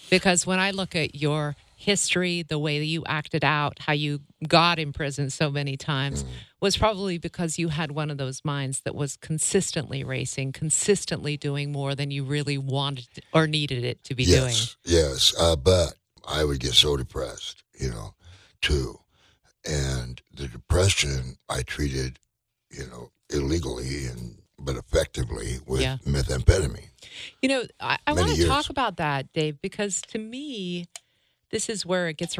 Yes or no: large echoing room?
no